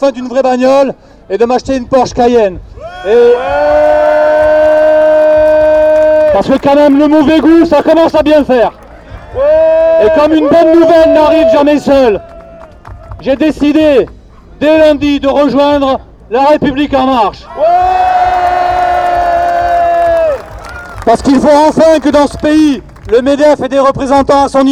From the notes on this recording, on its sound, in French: Manif de riches à Bordeaux. Reportage dans le cortège des riches à l'occasion de la Fête à Macron. Pour La Clé des Ondes.